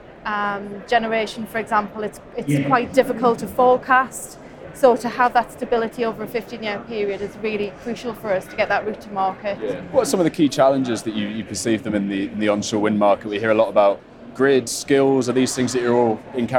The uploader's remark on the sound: The Energy Voice team are at the All-Energy conference this week, the UK’s largest renewable and low-carbon energy exhibition and conference. Dropped by the Energy Voice stand to take part in a live podcast on day one of the All-Energy conference in Glasgow.